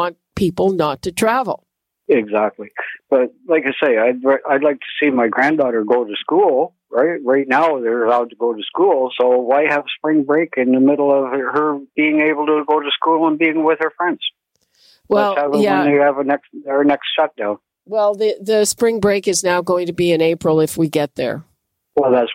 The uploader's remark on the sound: Listeners call in with their opinions on the biggest stories of the week. Zoomer Radio.